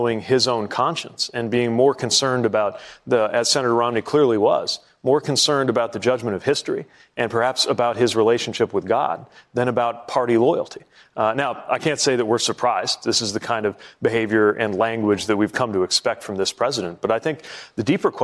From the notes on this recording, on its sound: during a live town hall